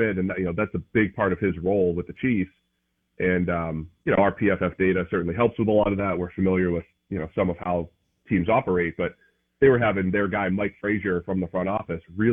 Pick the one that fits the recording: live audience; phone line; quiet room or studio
phone line